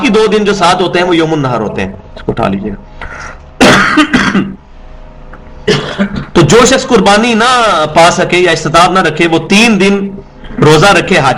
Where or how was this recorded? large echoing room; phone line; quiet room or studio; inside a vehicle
large echoing room